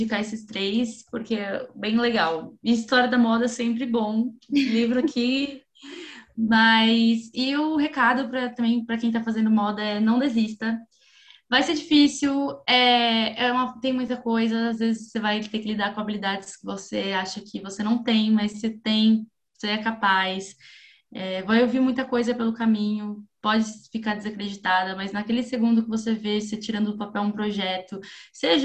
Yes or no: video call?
yes